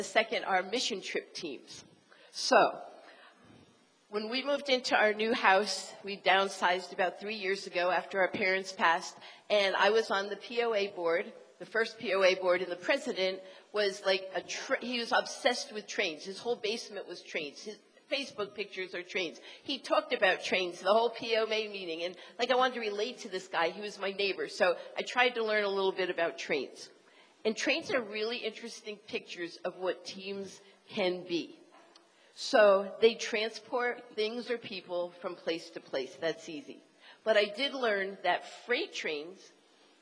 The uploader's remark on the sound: Team Building Breakout Session 3. 2023 Winter Leadership Conference. Every February, pastors and leaders from around the country gather together at our leadership conference. Here’s one of the recordings from our 2023 Leadership Conference.